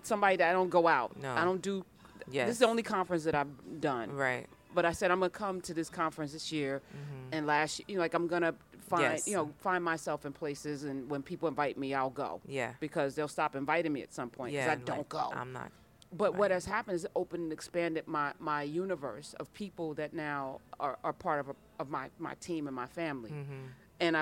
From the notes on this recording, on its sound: This interview was at the Women of Color Empowerment Conference in Fort Lauderdale, Florida.